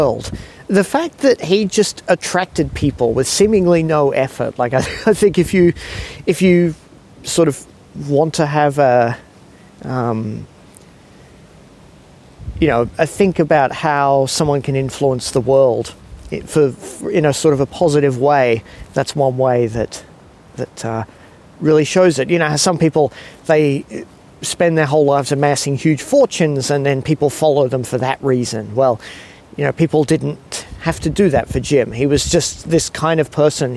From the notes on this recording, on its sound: Recorded late one evening wandering around a park in Sydney. Recorded in Sydney, Australia.